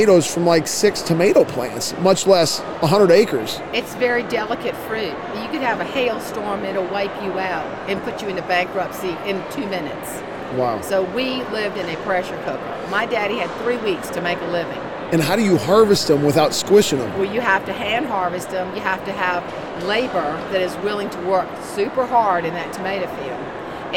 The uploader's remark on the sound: LIVE From CPE 2022!